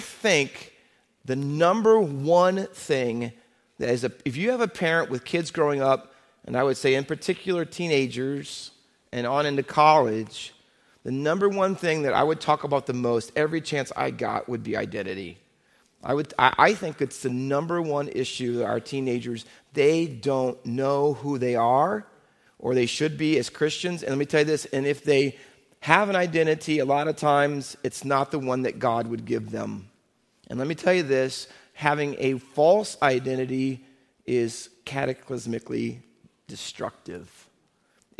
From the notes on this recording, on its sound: Faith Baptist Church in Hamilton, NJ.